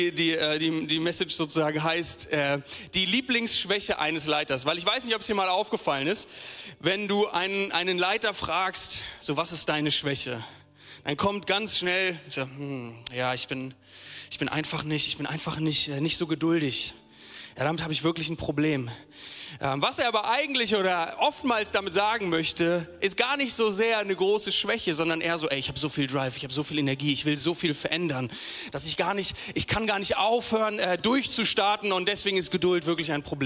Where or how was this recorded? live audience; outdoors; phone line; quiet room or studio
live audience